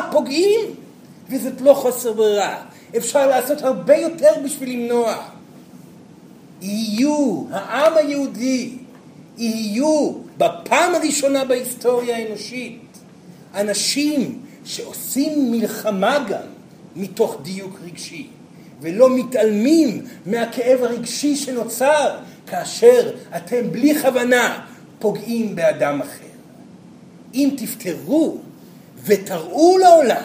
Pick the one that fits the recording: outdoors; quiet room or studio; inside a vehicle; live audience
live audience